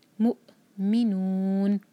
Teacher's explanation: والمؤمن کے ساتھ جو حمزہ ہے، حمزہ پر سکون ہے تو حمزہ پر کٹ آف ساؤنڈ آئے گا